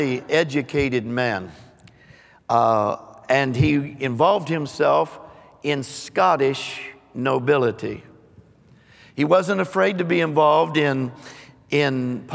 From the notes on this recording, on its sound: Recorded live on 7/3/22.